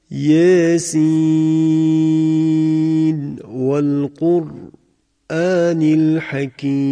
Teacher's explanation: اظهار نون آخر کلمه سین، حرف مقطعه سین نزد واو ابتدای آیه بعد